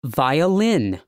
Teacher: Stress on third syllable